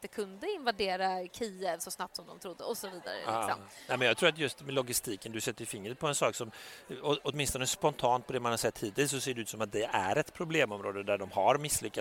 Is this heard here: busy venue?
yes